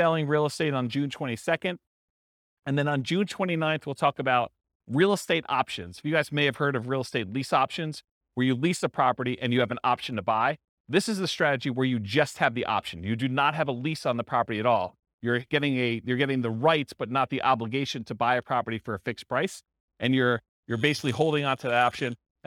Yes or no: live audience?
yes